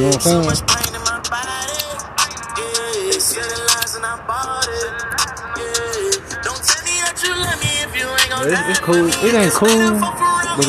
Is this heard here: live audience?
no